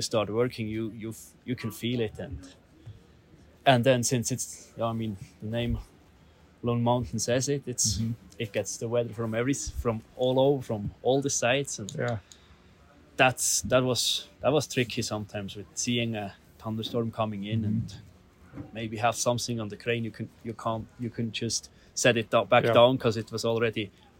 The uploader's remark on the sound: On The Ground for the Opening of Big Sky’s New Lone Peak Tram